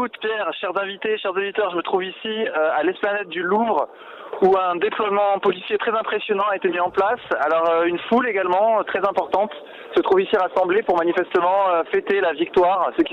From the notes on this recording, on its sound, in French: Joints par téléphone. Il était en duplex depuis le palais du Louvre à Paris pour recueillir les impressions des Français.